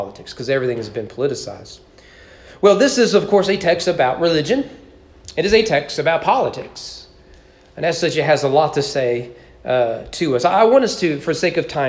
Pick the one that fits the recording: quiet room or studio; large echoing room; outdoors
large echoing room